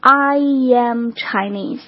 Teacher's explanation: I am 后面就这个很自然的加入一个 ye 的音